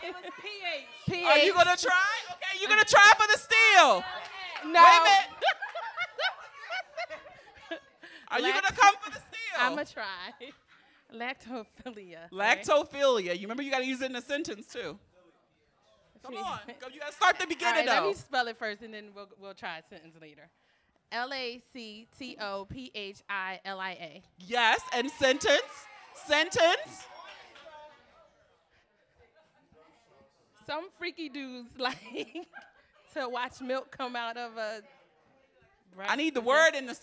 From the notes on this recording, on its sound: FULL audio of the #BoonieLive Philadelphia show.